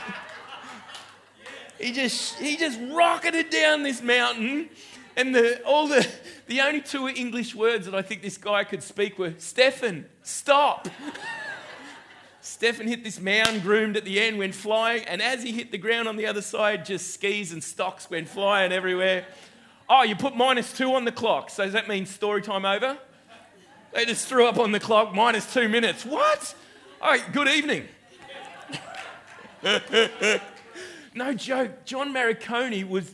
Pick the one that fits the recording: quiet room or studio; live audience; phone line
live audience